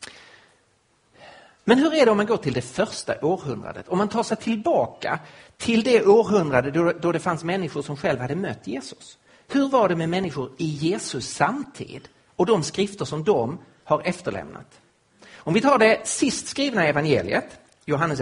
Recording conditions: live audience